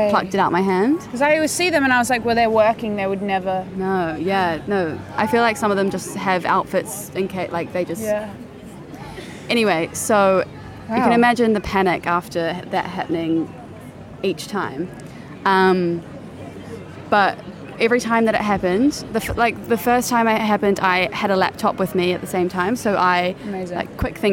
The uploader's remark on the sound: outdoor episode in soho